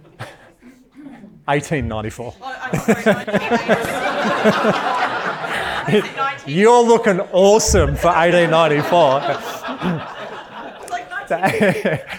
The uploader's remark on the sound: In this episode that was recorded at a live event